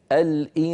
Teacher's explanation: أنا أنطق غنة من الخيشوم ولكن فمي موضوع على مخرج السين من غير ضغط. فمي موضوعا على مخرج السين من غير ضغط. · Term: الإخفاء